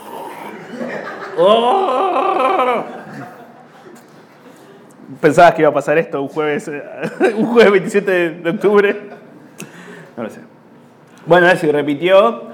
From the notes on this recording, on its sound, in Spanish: En vivo en Bahía Blanca.